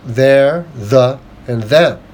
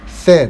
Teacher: The th sound vibrates as it leaves your mouth. · Shown in: first take · Term: voice th sound